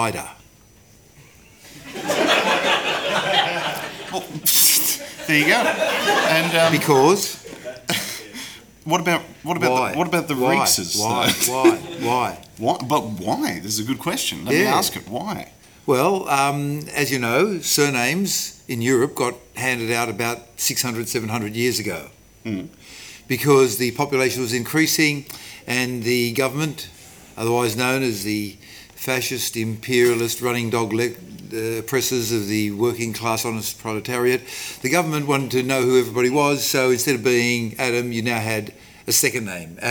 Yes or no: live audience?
yes